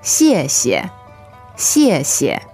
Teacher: It sounds similar to the SH sound in English, but it's not exactly the same. To pronounce this X sound correctly, you have to put the tip of your tongue behind your lower front teeth.